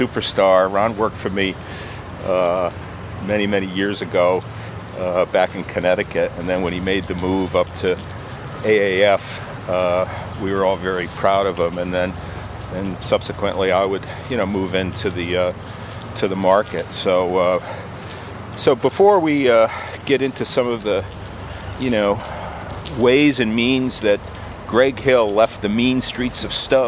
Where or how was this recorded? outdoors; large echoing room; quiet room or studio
outdoors